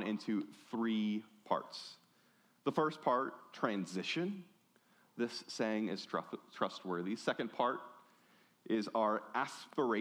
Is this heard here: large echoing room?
yes